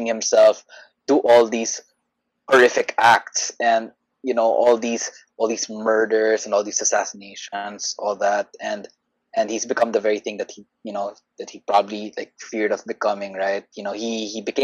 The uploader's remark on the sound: These episodes were recorded online given quarantine restrictions - audio quality may differ between the three hosts.